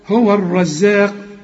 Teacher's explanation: الراء مفخمة الراء دي، والزين في عموم القرآن مرققة